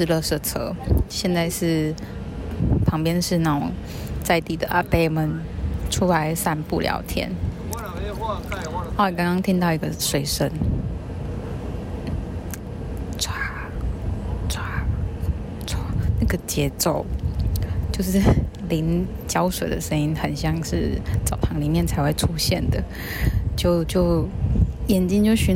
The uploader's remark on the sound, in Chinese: 漁船與移工．聲音地景。戴口罩巡港邊走邊錄音，。呼吸聲請多擔待。